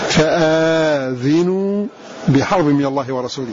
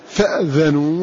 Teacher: بإثبات ألف بعد الهمز، ويلزم من إثبات ألف فتحها وبكسر الذال · Shown in: first take